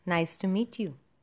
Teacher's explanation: It is the most common intonation pattern in English. The pitch of the voice falls at the end of the sentence. So by the end of the sentence, you find a slight fall. · Term: falling tone